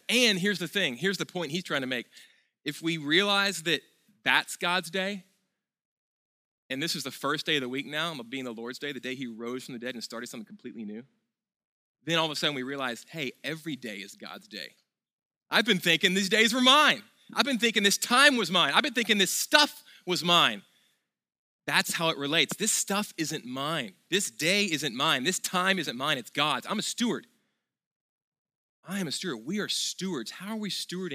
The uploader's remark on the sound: At Sojourn Galleria Church.